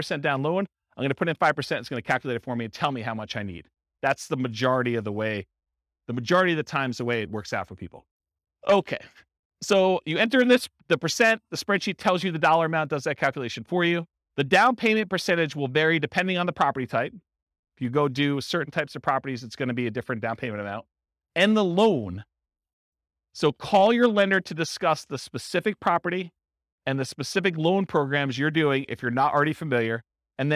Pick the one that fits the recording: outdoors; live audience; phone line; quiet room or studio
live audience